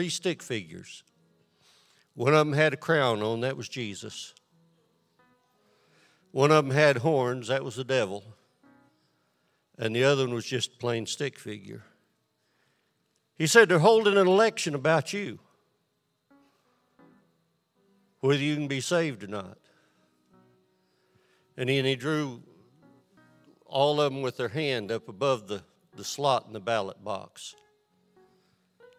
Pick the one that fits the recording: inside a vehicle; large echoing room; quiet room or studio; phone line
large echoing room